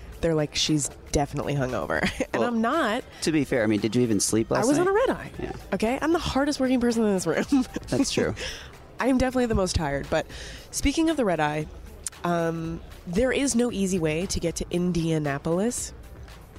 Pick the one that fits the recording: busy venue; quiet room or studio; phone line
busy venue